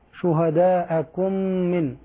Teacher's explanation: الميم مع الميم هذا يسمى بالإدغام الصغير إدغام متماثلين صغير صغير نعم. تضغم الميم الأولى في الميم الثانية نعم.